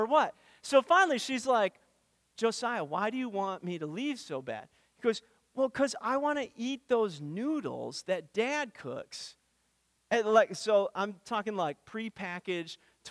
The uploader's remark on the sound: Weekly teaching audio brought to you by First Baptist Church, Darlington, WI.